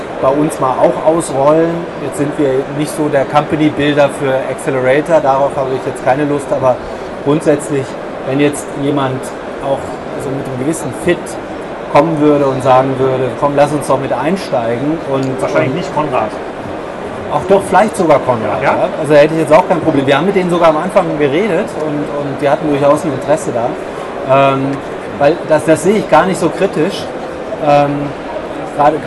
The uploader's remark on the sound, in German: DMEXCO Spezial. Der Ton ist überschaubar, aufgrund der Hintergrundgeräusche der Messe, aber es geht gerade noch so.